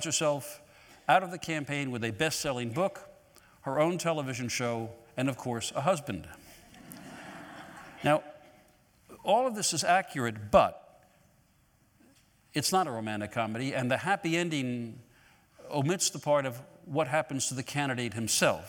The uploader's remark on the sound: recorded on March 18, 2018 in front of a live audience at New York's 92nd Street Y